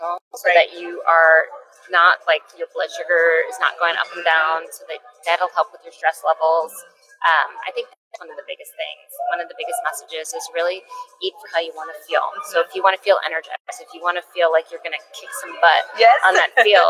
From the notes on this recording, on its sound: live at the Dermveda Integrative Skin Care Wellness Fair from the Sheraton Grand Sacramento